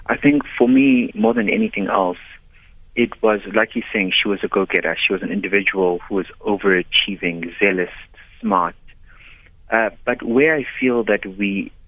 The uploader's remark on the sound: Guest (phone)